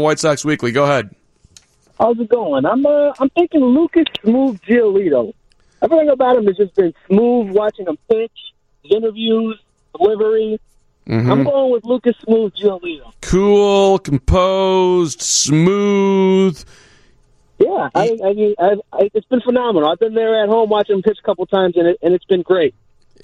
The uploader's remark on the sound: takes your phone calls